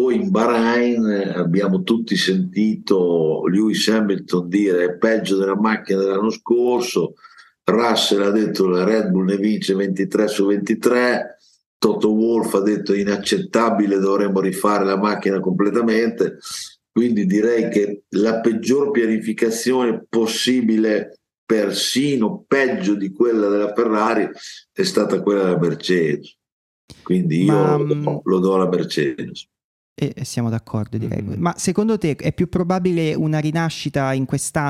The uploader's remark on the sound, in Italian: scusate per qualche problemino audio ma Zoom ha deciso di sabotarci